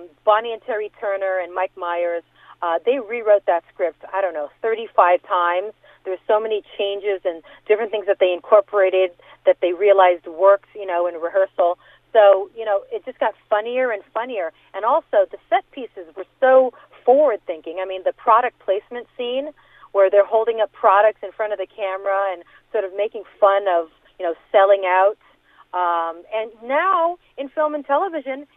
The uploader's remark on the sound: called in to the Point Morning Show